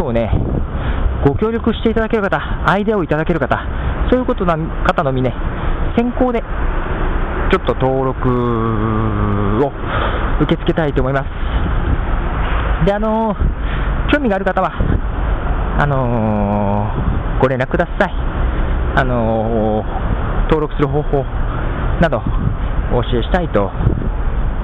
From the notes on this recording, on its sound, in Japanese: 最後に、番組スタイルとして、なぜにいつも外で録音かということを。